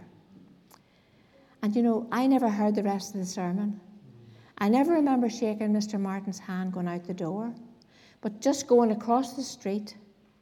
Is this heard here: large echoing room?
yes